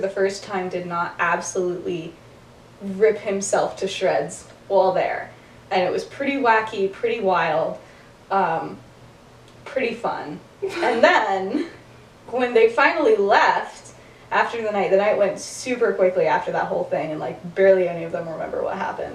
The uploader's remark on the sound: Bad audio. Whoops, the audio got worse.